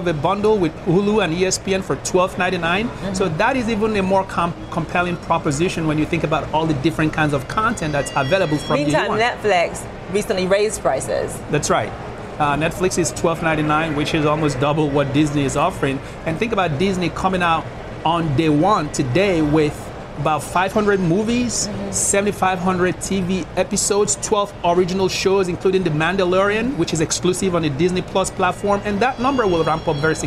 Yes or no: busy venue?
yes